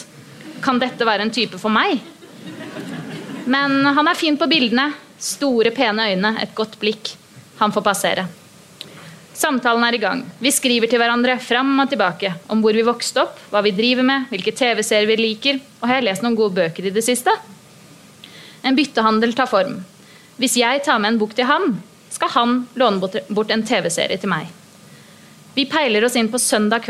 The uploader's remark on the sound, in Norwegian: live på Ingensteds i Oslo